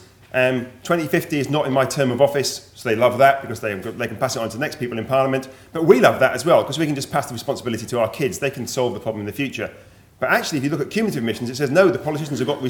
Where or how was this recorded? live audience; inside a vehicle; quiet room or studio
live audience